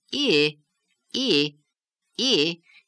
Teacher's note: It's a pattern that takes the pitch up slightly and then back down